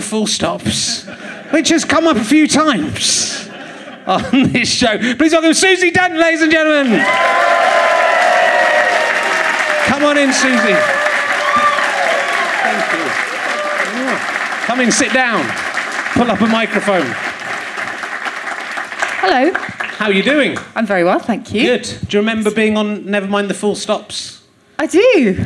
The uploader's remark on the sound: Leicester Square Theatre Podcast